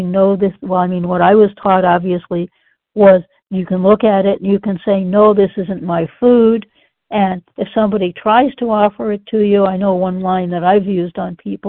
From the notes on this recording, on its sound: from the 100 Pounders Phone Meeting, 10/4/23.